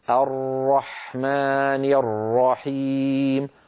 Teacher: التكرير هو ارتعاد طرف اللسان بالراء ارتعادا خفيا، لاحظوا كلمة ارتعادا خفيا، إذن هناك ارتجاف ضئيل جدا، ارتجاف ضئيل، ما سببه؟